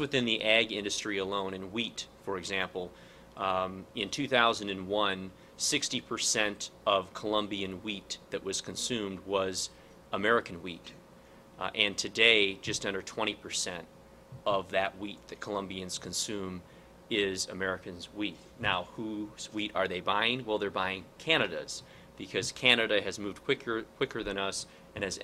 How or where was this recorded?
busy venue